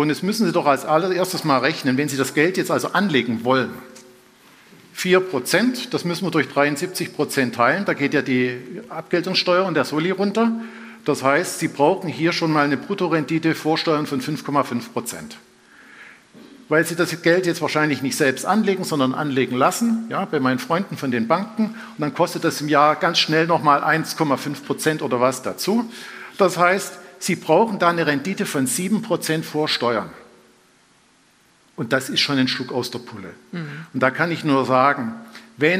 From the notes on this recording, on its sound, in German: live vom F.A.Z.-Kongress